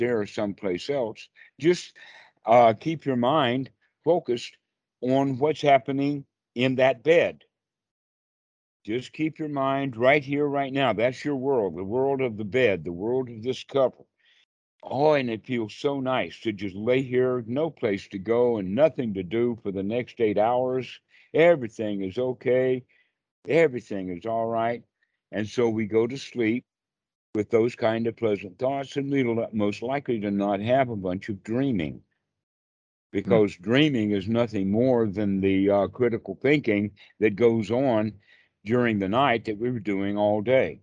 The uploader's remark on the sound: skype calls on this channel